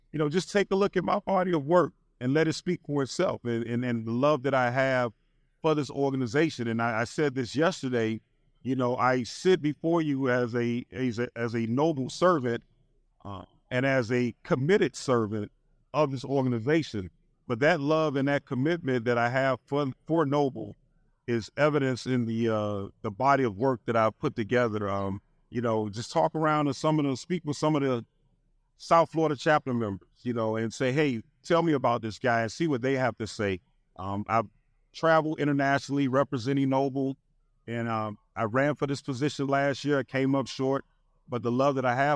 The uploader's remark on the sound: We spent time at the 47th NOBLE Training Conference and Exhibition in Cleveland and held several live podcast recordings.